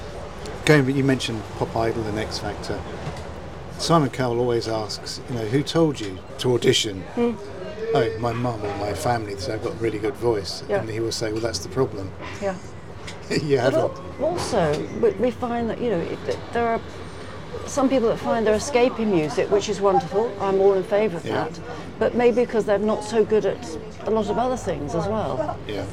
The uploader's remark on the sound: sitting outside the coffee shop in the seaside town of Hove in Southern England